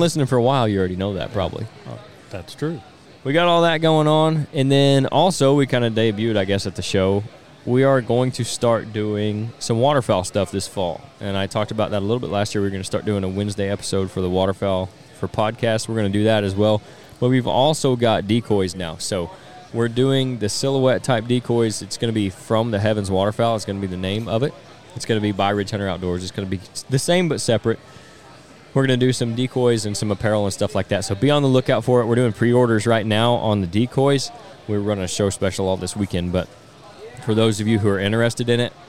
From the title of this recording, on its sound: On-Site at the 2023 Illinois Deer and Beer Fest